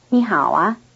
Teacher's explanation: The unstressed syllable a is added as a carrier of a rising tone which signals a question.